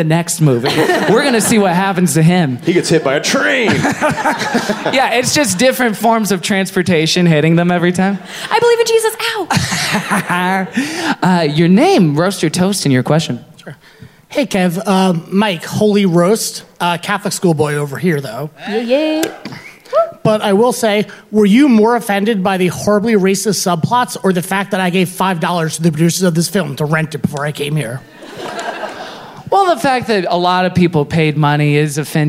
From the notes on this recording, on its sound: LIVE at The Bell House in Brooklyn, NY